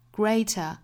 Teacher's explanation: the risk, greater 和 risk 里面都包含一个音素，就是 r 的发音。Greater, greater.在发这个单词的时候，不要发成了 greater,应该是 gr, gr.我们注意两个音素组合在一起，这个辅音连缀发的是 gray 很快过渡到后面的双元音上 greater 那英音里面的这个 t 的发音是爆破明显的